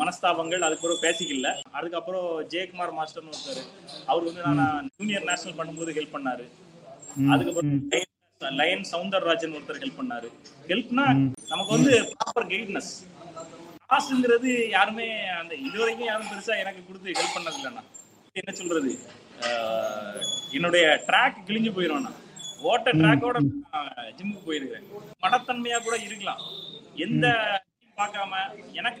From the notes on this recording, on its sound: our first online recording version of the podcast